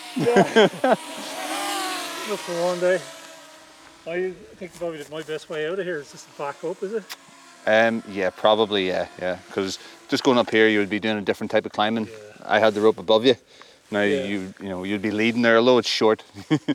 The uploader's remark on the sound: Firstly on the phone and then in person for a hike up Wee Binnian in the Mournes.